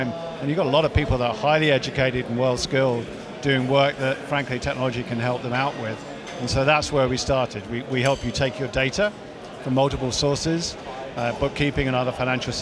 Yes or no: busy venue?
yes